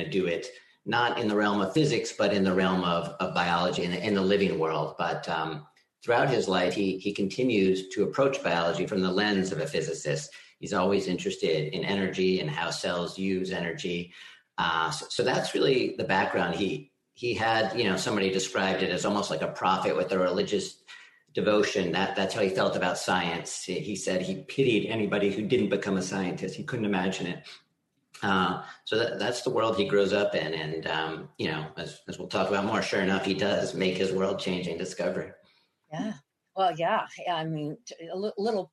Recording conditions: video call